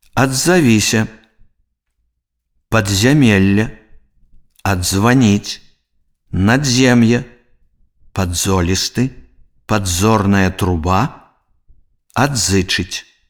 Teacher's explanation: У словах, дзе зычны «д» з'яўляецца часткай прыстаўкі, а «з» гукам кораня, трэба вымаўляць два асобныя зычныя, а не афрыкату «дз».